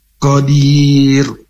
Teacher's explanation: huruf qaf ini makhrajnya di pangkal lidah bertemu dengan langit-langit lunak dan dibaca tebal atau istilah qa di pangkal lidah ini bertemu dengan langit-langit yang paling lunak.